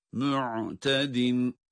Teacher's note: Ayn harfini boğazın ortasını çıkarıyoruz